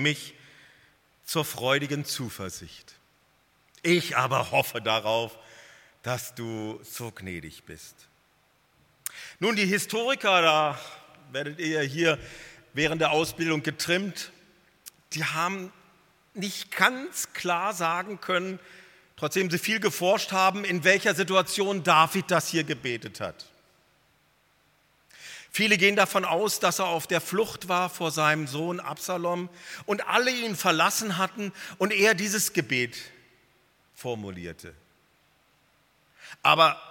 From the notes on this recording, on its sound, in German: Missions-Gottesdienst der Missionsberg-Gemeinde (Liebenzeller Mission)